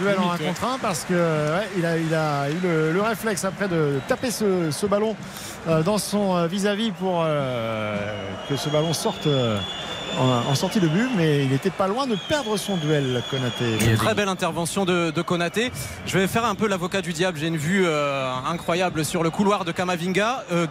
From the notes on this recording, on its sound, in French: en direct de Al-Rayyan